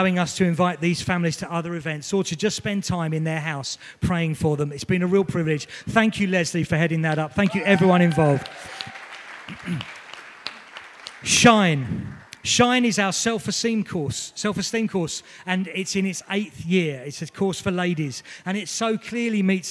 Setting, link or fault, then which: setting, large echoing room